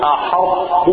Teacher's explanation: الطاء والتاء يا أخواني مخرجهما واحد. الطاء والتاء من طرف اللسان مع أصول الثنايا العليا. يعني إذا أردت أن تعرف مخرج حرف تأتي قبله مثلا بهمزة وتكن الحرف وانظر أين يصل.